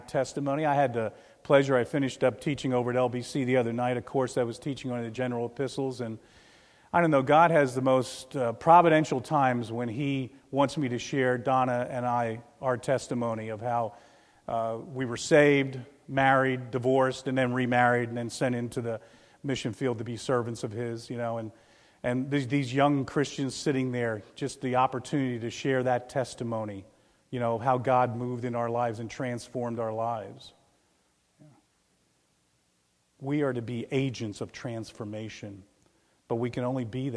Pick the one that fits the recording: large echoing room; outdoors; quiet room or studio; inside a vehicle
large echoing room